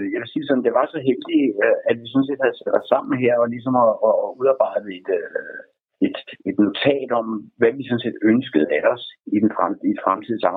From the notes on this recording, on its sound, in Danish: et telefoninterview